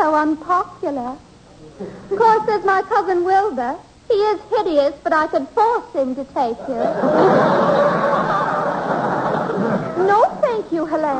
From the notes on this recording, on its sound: The program was broadcast live with a studio audience. It was usually greeted with howls of laughter and applause from surprised audience members.